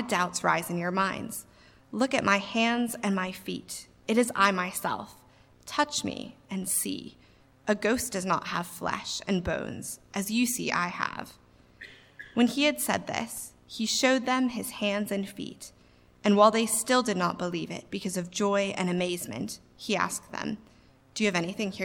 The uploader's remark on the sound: A talk preached at St Ebbes in Oxford, UK.